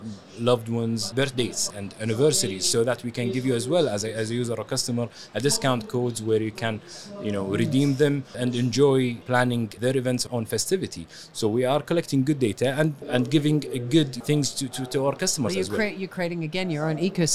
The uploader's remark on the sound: Live from SES.